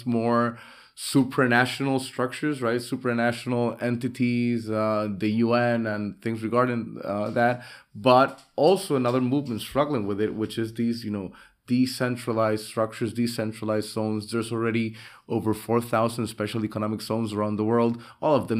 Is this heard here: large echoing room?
no